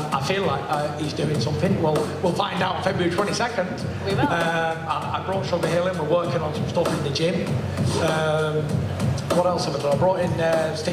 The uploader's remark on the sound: FULL PRESS CONFERENCE | Los Angeles.